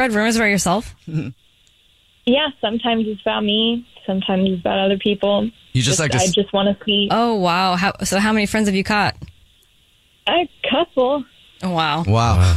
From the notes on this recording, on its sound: There is a woman on the phone